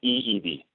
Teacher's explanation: With the W sounding like a V sound.